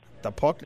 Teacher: His pronunciation of puck is also quite back. The puck. So it's not puck, it's puck.